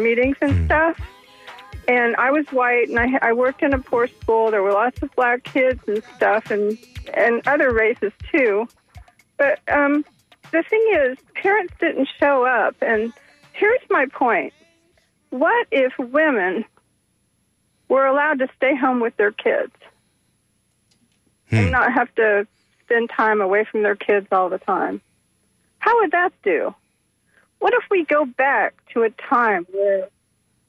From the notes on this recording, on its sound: unique magazine format call-in show